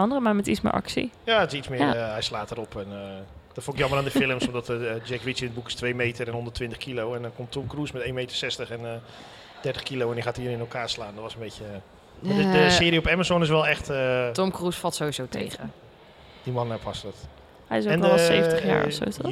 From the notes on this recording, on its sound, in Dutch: Festival Special #1 Brewda 2023. Daarnaast hebben we nog leuke gesprekken op het festival terrein met bezoekers.